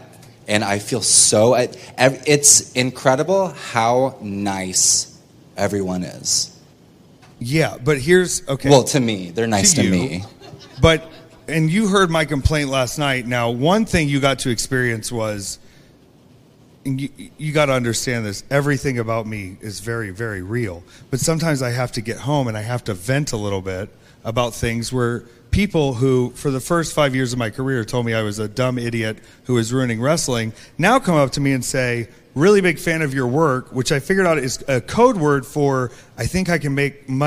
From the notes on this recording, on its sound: LIVE PODCAST RECORDED AT STARRCAST CHICAGO 9/3/23